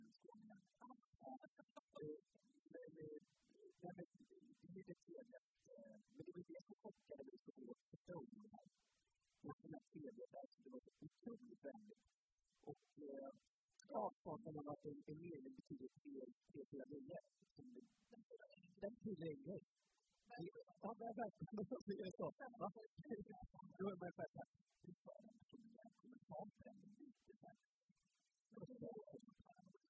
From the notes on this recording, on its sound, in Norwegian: Live fra Trevarefest!